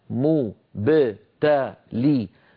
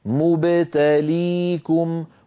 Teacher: مب الباء ساكنة مقلقلة، تا مفتوح، لي مكسور، فلا بد أن يكون الفم رشيقا في الانتقال من حرف إلى حرف.